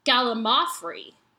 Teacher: the correct pronunciation of gallimafry puts the emphasis on the third syllable, mau, not the second, lim.